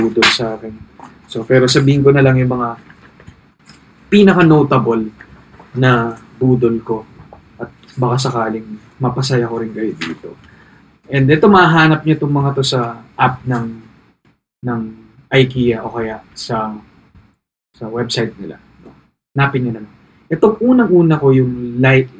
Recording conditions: poor microphone